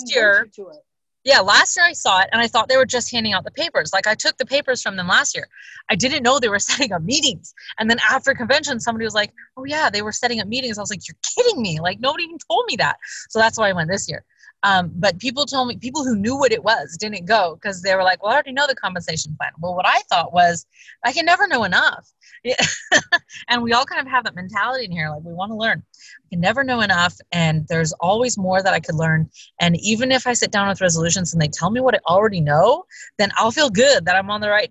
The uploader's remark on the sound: Call from the Car